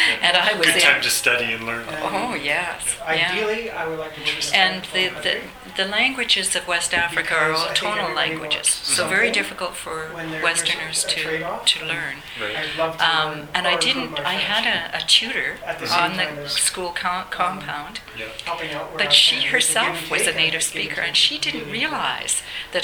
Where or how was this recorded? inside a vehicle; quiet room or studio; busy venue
busy venue